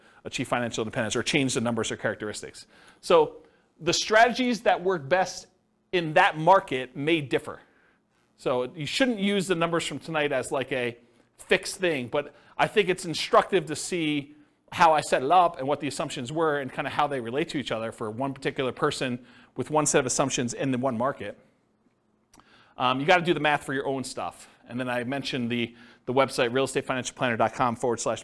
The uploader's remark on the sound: This was a live class recorded